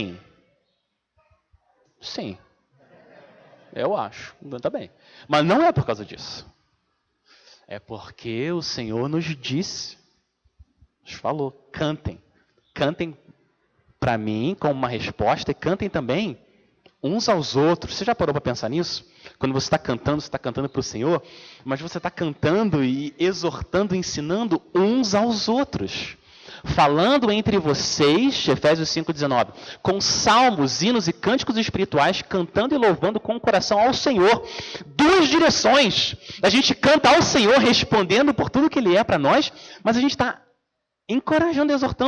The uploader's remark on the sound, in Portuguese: Mensagem gravada na Igreja Batista Jardim Minesota